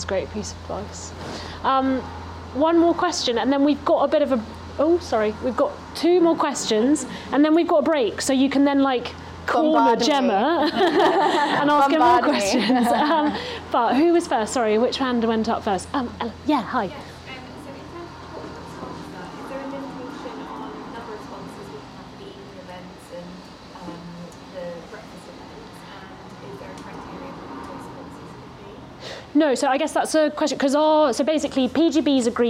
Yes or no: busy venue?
yes